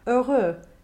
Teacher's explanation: One of the prime examples of this rule that we see in diction books is the word for happy, heureux, which we have close to the end of this text. Here, the open OE in that first syllable may be closed a touch more to keep it better in line with the closed O slash at the end of the word · Term: vocalic harmonization